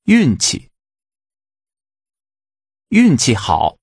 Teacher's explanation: Using a falling and neutral tone, say luck